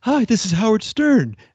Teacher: in Private Parts, he makes his voice kind of breathy.